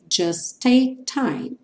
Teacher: Just take, somente um som de T